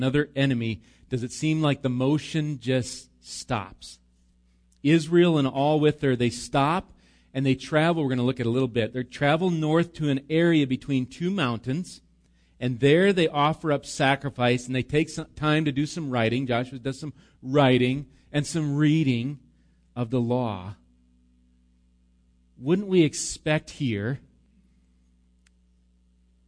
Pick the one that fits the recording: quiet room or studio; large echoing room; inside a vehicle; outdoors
large echoing room